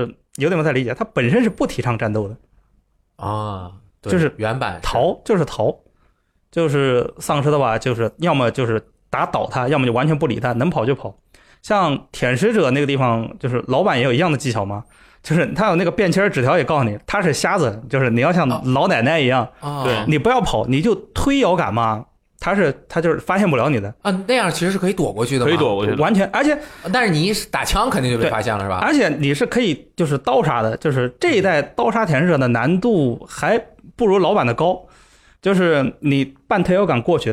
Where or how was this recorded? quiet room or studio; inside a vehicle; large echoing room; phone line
quiet room or studio